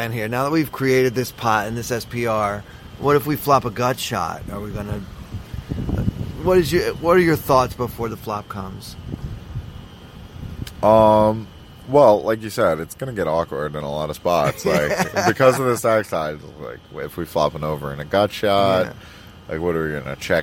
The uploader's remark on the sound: Live from the PSPC